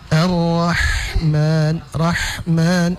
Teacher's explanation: Lalu berikutnya pada Ar-Rahman, ini untuk semua ya, untuk semua kita berusaha untuk membaca huruf ha sukun itu, ha sukun itu nanti dibaca dengan cara mengeluarkan angin saja ya